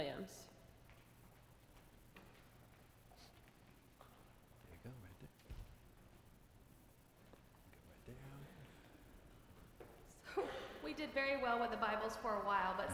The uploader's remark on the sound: Sermon preached at Fourth Presbyterian Church for Pentecost, 2018, also Confirmation Sunday.